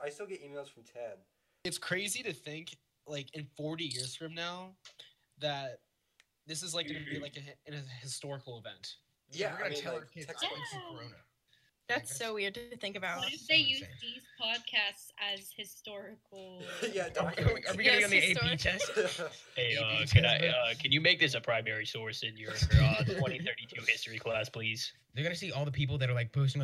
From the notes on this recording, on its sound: Please mind the audio! The team is working on getting the perfect audio, we must start somewhere!